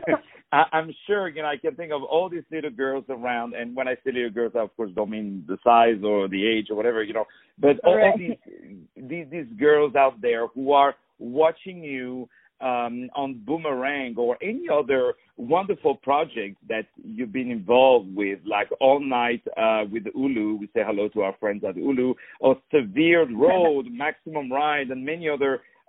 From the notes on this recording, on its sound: On the phone